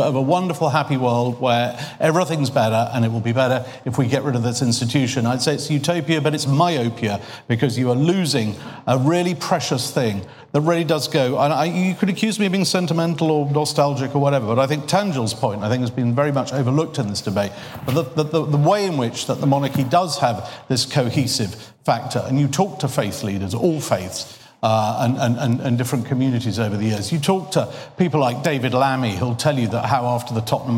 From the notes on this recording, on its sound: We bring you the New Statesman debate, recorded live at the Cambridge Literary Festival.